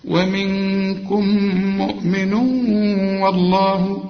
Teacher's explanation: ومنكم مؤمن، مؤمن كلها مرققة، عند الوصل النون دي عليها ضمتين بعدها واو، الواو من حروف الإدغام وكأن الواو دي عليها الشدة عند الوصل